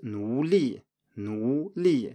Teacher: So that's a second tone, so a rising tone and then a falling tone.